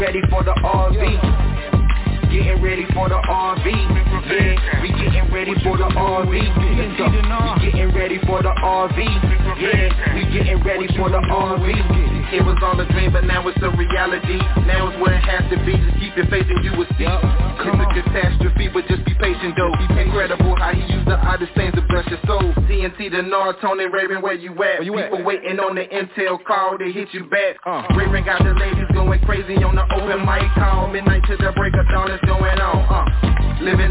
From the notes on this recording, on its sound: TNTSuperfantastic Conference Call